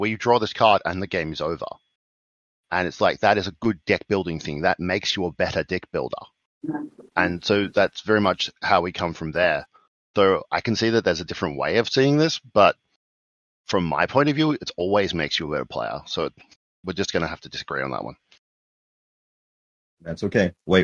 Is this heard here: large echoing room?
no